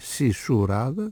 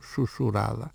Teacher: το έψιλον γιώτα της συλλαβής σι αφομοιώθηκε από το ου της συλλαβής σου που ακολουθούσε · Shown in: second take · Σισουράδα, το σι έγινε σου, σουσουράδα.